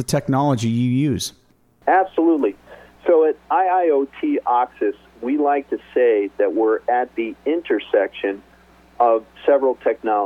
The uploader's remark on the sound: called in to SmallCapVoice.